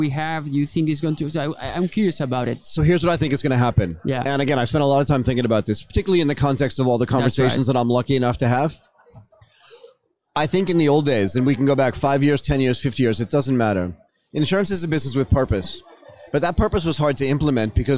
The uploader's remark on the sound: During this broadcast at the Singapore Fintech Festival, we discussed the trends at the forefront of this transformation.